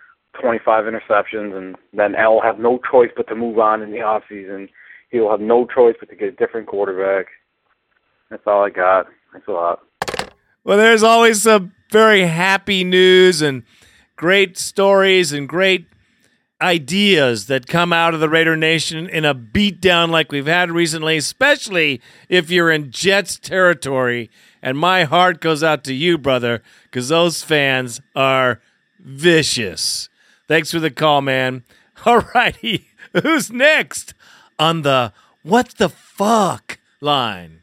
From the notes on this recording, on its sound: Raider Nation “Boneline” Call-in Segment